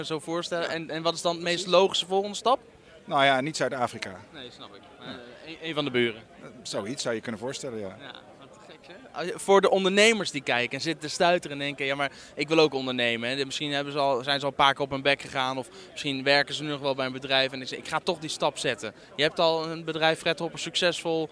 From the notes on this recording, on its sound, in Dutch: Ik sprak hem op TNW Conference 2017.